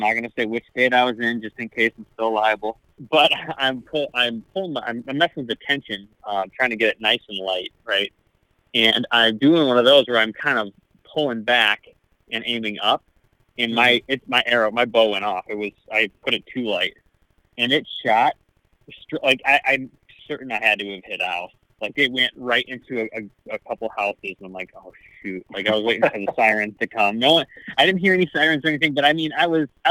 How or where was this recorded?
phone line